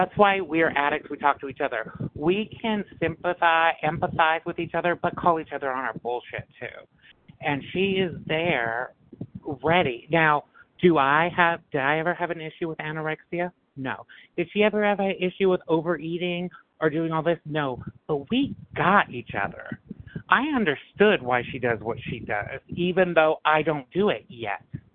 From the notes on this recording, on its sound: 100 Pounders Phone Meeting